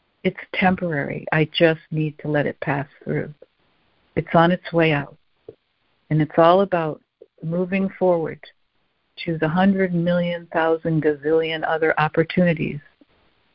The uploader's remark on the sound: ACIM Daily Conference Call.